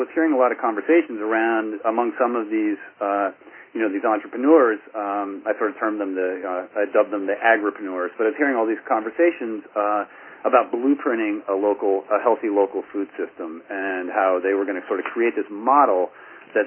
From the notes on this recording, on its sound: Call recorded on May 12, 2011.